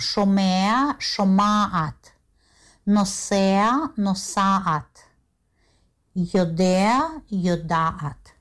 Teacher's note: Гласный а, потому что гортанные согласные, они ведь произносились очень глубоко в гортане. Поэтому произнести звук э, который близко к выходу, к ротовому отверстию, и потом гортанный хет или айн было очень-очень трудно, практически невозможно. · Term: снижение гласного звука